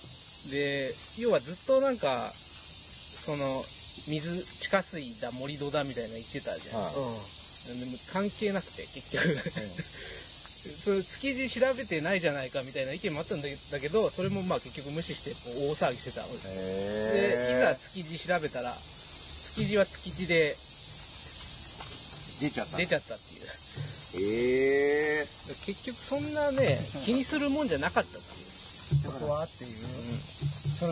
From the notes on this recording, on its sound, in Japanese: 先週に引き続き池のほとりで収録。なぞの生き物の声が気になります！